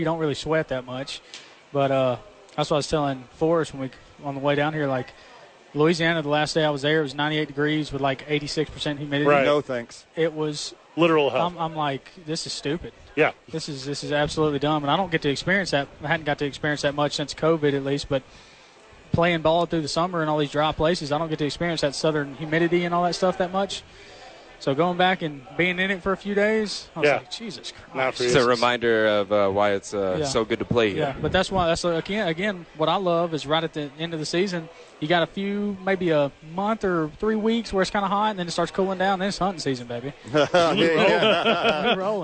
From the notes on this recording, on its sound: live from Isotopes Park